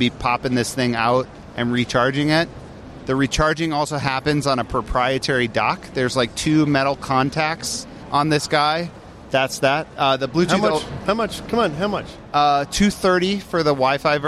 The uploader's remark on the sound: Talk live from the show floor at CES 2020.